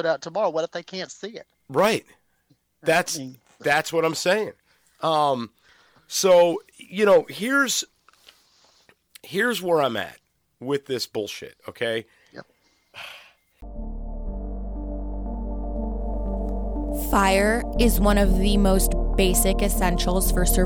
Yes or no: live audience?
no